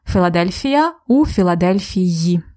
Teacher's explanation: If the noun ends with я, you will hear more like ї.